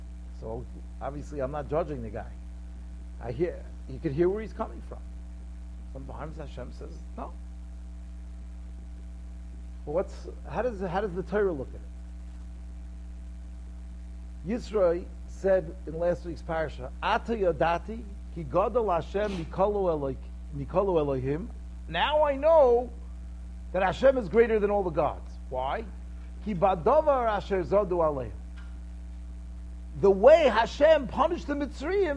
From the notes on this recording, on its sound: Shiur recorded in Yeshivas Ohr Reuven, Monsey, NY.